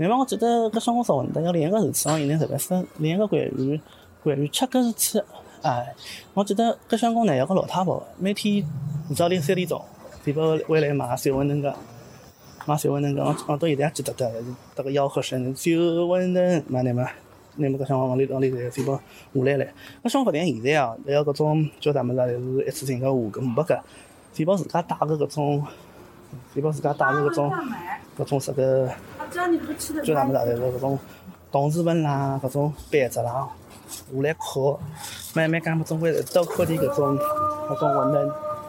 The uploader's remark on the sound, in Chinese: 盛夏的蝉鸣实地录音